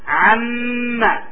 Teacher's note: الميم هنا مشددة، لاحظوا لابد من شدة لأن الميم والنون النون والميم يشددان لهما غنة.